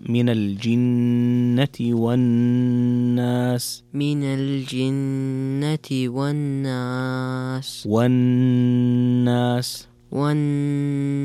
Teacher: زد الغنة في الجنة والناس